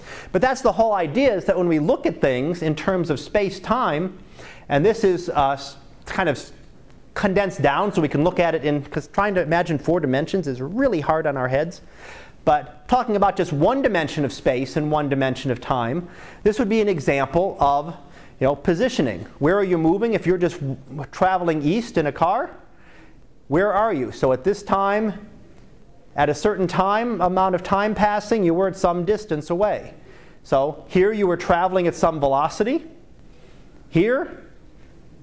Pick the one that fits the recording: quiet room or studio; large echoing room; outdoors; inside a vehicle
large echoing room